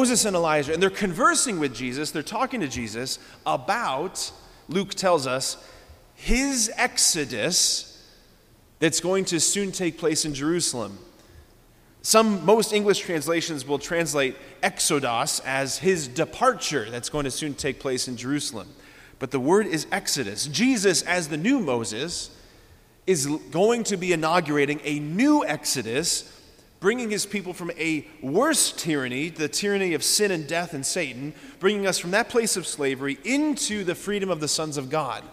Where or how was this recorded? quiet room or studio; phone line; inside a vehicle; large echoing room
large echoing room